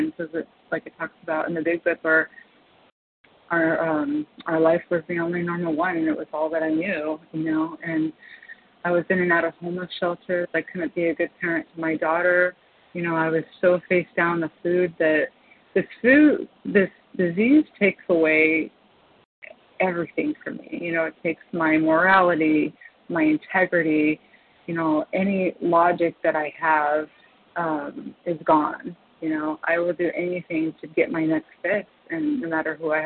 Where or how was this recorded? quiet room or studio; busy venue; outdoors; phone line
phone line